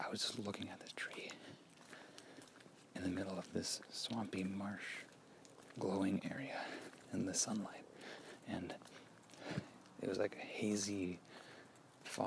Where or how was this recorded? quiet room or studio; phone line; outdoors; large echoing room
outdoors